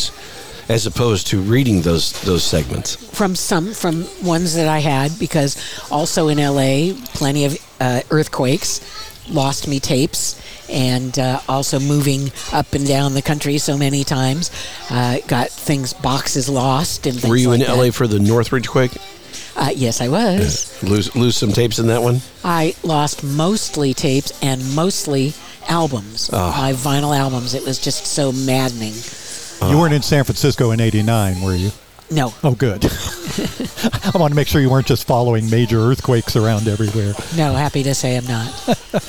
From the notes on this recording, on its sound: Recorded in Palm Desert at Skip Paige’s Little Bar – the Center of the Coachella Valley Universe.